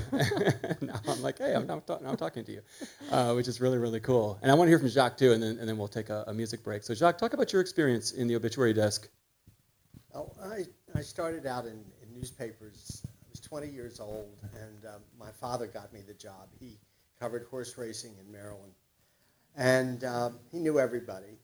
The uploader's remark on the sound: Live from Symphony Space in Manhattan.